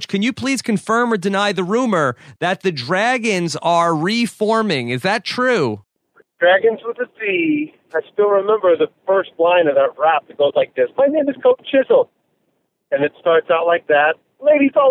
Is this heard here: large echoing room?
no